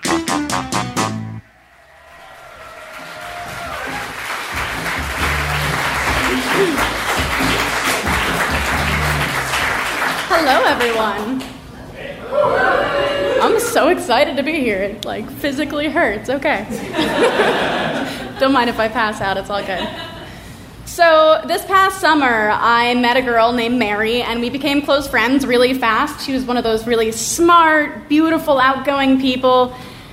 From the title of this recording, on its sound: Live From Atlanta!